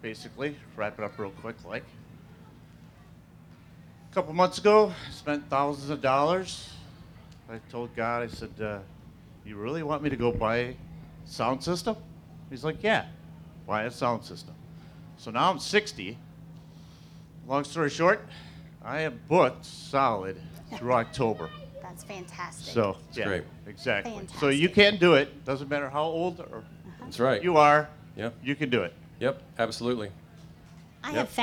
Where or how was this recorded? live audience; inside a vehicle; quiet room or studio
live audience